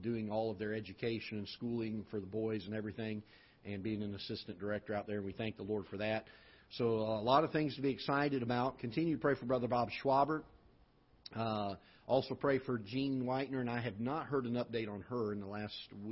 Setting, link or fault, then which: setting, large echoing room